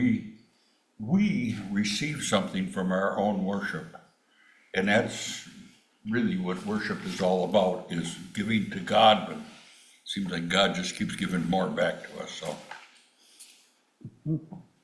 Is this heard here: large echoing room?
yes